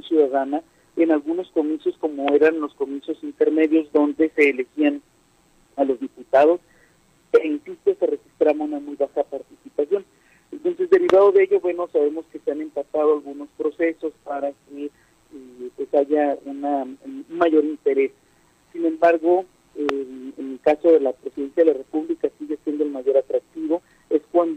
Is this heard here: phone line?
yes